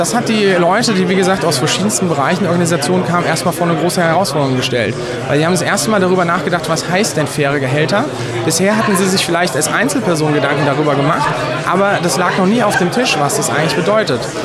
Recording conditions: busy venue